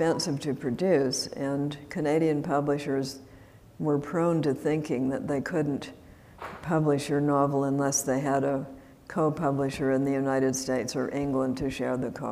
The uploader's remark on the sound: This event was recorded at the Traverse City Opera House in October 2016.